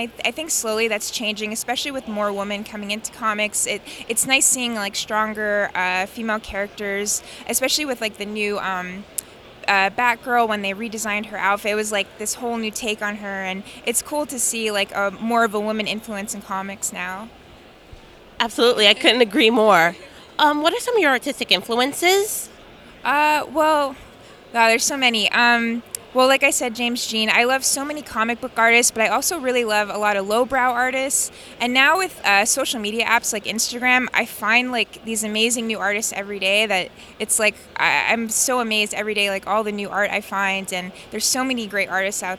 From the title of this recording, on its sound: Interview at Five Points Festival 2017